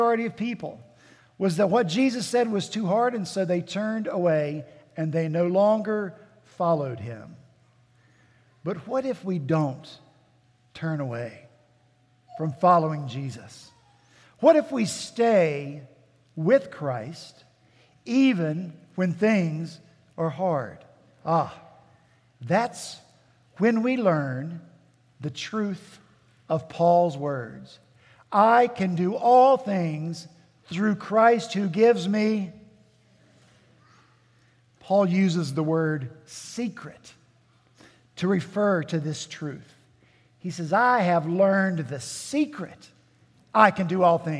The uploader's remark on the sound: At Redeemer Presbyterian Church in Charleston, SC